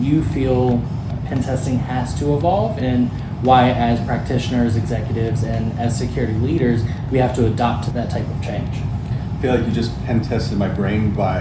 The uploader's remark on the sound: at RSA Conference